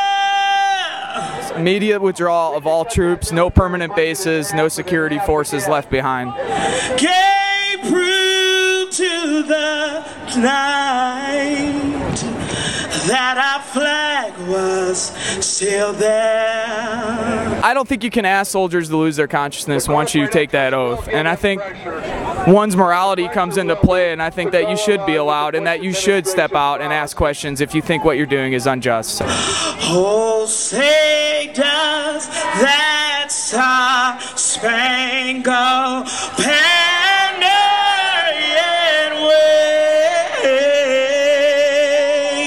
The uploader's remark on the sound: talking outside of Grant Park before the rally on the same night